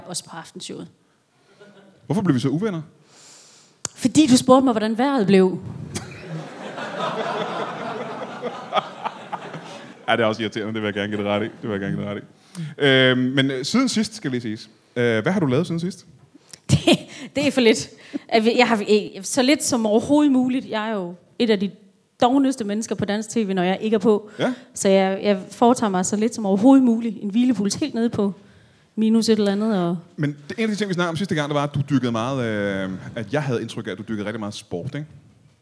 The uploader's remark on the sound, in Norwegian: LIVE fra Comedy Zoo